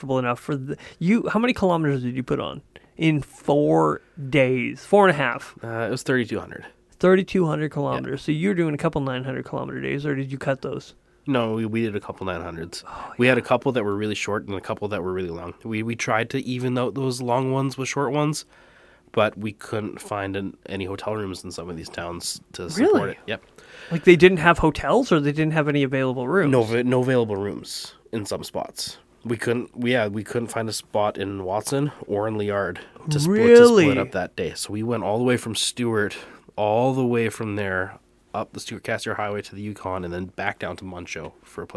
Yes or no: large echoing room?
no